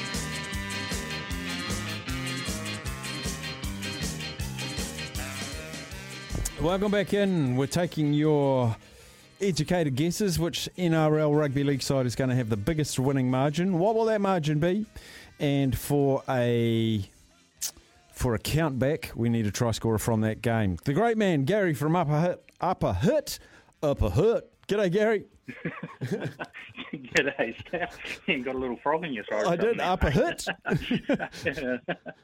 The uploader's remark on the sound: hits the phone and text lines